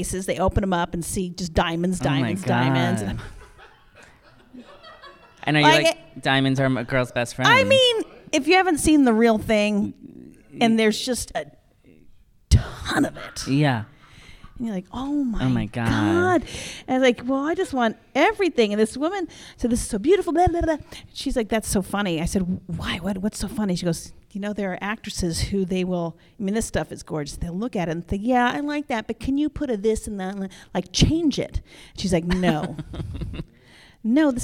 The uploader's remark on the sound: LIVE from BroadwayCon 2020